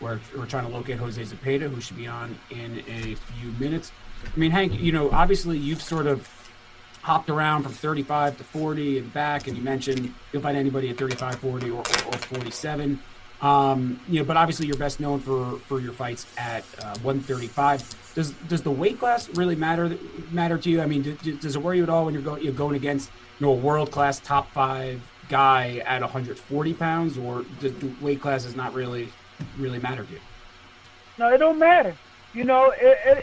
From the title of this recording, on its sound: Media Conference